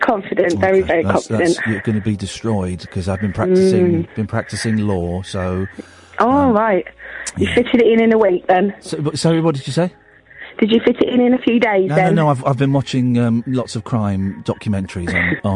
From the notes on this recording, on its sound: joined on the phone